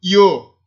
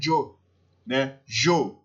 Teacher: O Y, às vezes vai ter o som de I, às vezes como som de J, dependendo da região.